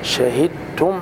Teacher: شين تخرج من وسط اللسان خلاص، والدال في التاء ادغام حرفين خلاص.